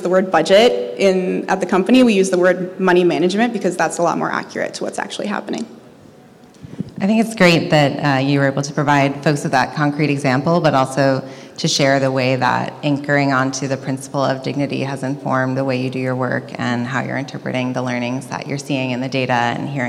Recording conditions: busy venue